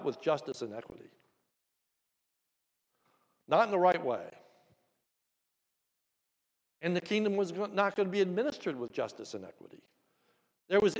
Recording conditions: large echoing room